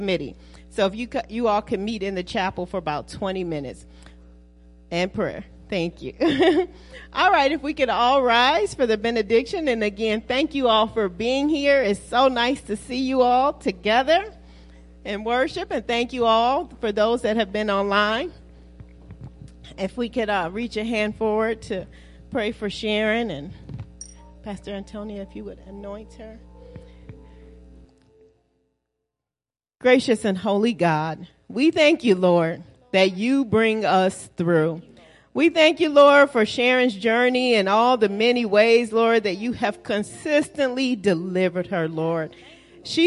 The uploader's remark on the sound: Celebration Of Praise And Worship Service